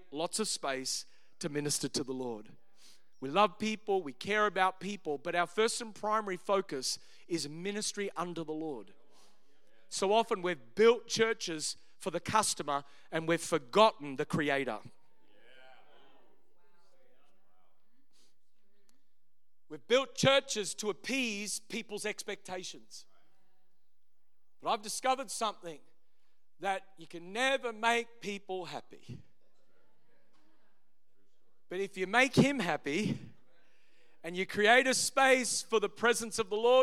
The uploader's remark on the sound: Originally recorded on 19th of November 2023 at Neuma Melbourne North location